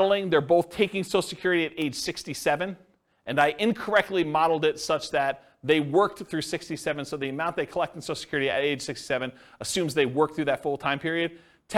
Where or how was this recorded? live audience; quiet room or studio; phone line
live audience